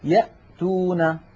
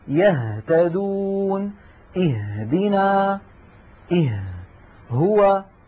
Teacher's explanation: نلاحظ بأن الهمزة من أقصى الحلق، والهاء من نفس المكان